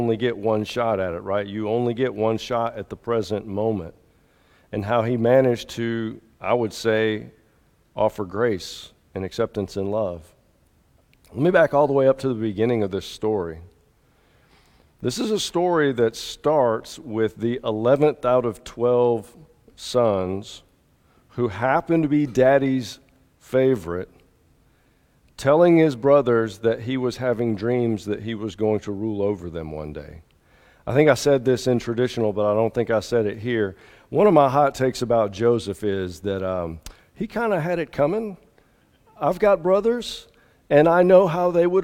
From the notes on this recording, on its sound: At the 8:30 contemporary service at Restore. Alabaster First United Methodist Church.